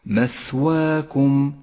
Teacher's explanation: انتبه إلى صفة الهمس لحرف الثاء في كلمة مثواكم، مثواكم، ولاحظ كيف يجري النفس مع حرف الثاء ليتقوى ويتوضح